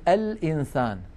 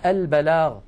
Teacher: كل هذه الأحرف لام التعريف تظهر عندها